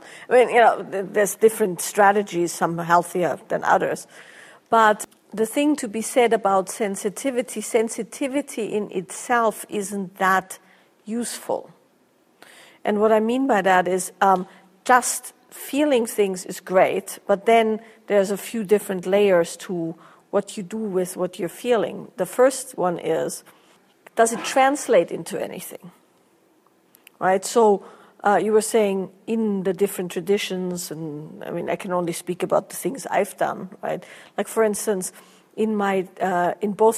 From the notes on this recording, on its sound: a Q&A from their Lineage and Liberation Workshop